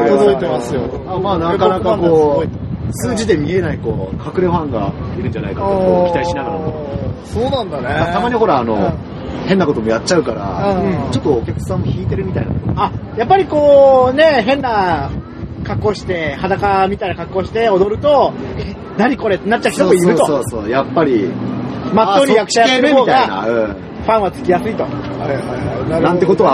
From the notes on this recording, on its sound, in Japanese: 今回屋外収録のため、風音がうるさい部分があります。